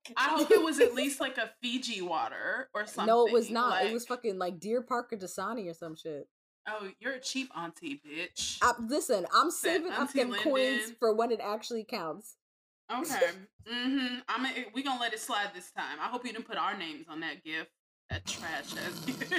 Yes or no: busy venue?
no